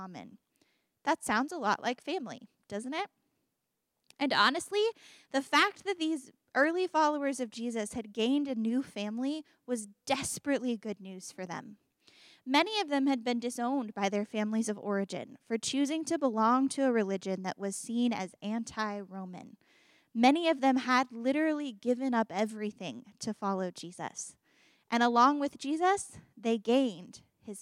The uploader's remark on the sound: Embrace Sunday Gathering (September 17, 2023 at 11am) Embrace Church, Lexington, KY